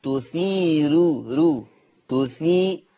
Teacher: قرأ ورش بترقيق الراء وصلا